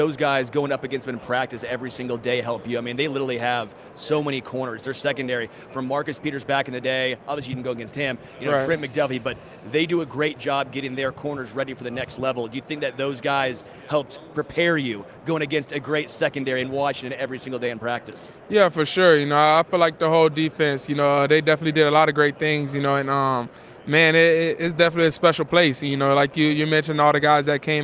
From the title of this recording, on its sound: Live from Super Bowl LVII